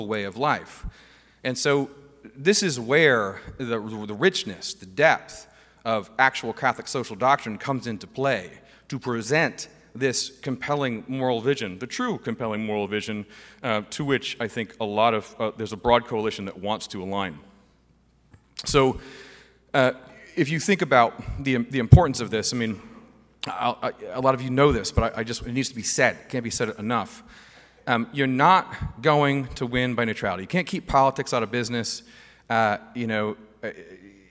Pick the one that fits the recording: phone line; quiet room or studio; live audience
live audience